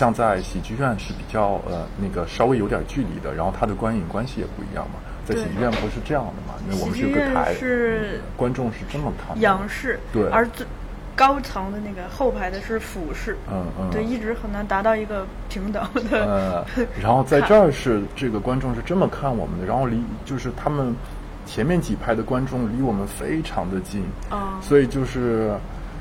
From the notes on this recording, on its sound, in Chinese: 本期插曲是在阿那亚录制的鸟叫、流水声与海浪声。而片尾，给大家送上，晚上10点海边放映之前的篝火、碰杯、海浪声。阿那亚戏剧节专题。